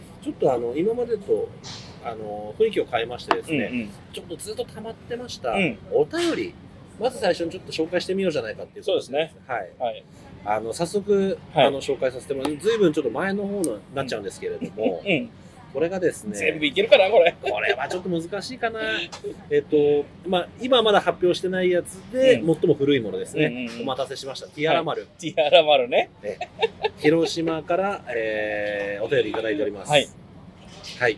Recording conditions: outdoors